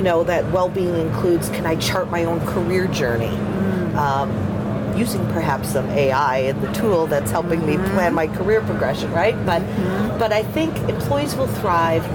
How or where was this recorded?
busy venue